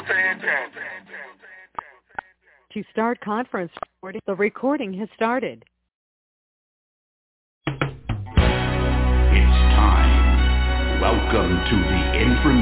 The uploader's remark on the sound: TNTSuperfantastic Conference Call.